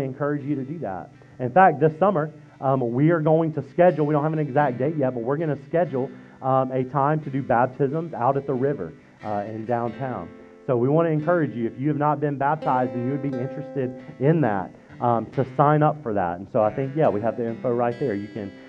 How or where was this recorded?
large echoing room